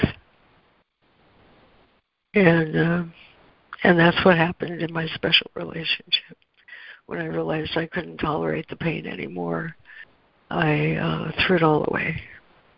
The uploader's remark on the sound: ACIM Daily Conference Call